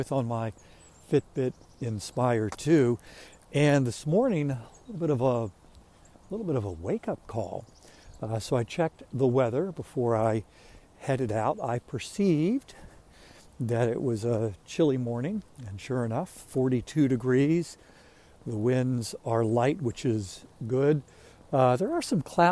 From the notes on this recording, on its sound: During today's ten-minute walk